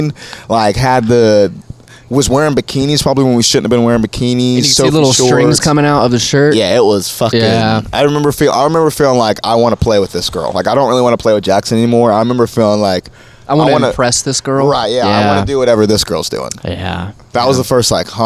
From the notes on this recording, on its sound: Banter before the Shantytown Pub Open Mic